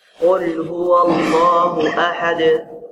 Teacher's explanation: واللام في لفظ الجلالة نعم مفخمة. لماذا؟ لأن ما قبلها مفتوح · Term: تغليظ